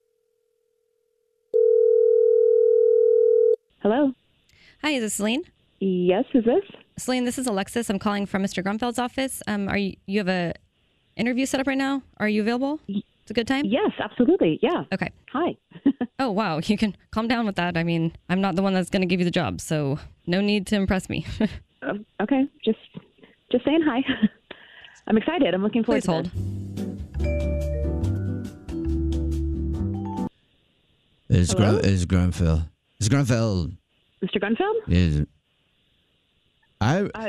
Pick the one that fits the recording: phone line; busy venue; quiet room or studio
phone line